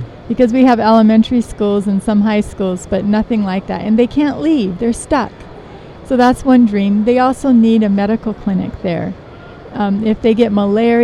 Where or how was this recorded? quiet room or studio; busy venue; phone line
busy venue